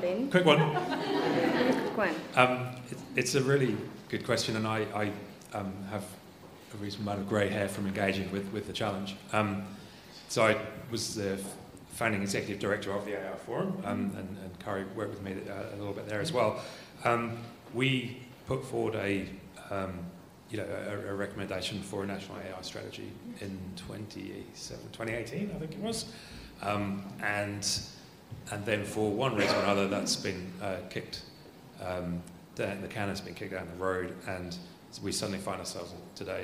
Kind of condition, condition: setting, live audience